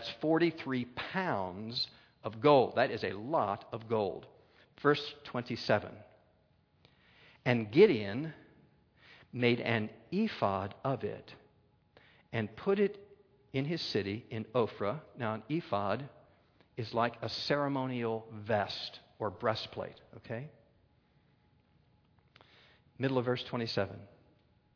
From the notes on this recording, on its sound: a Keynote Session at FG13